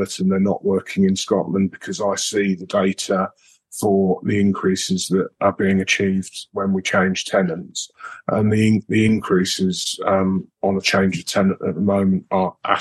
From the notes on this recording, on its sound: This latest episode of the Newsagent podcast is a recording of our webinar.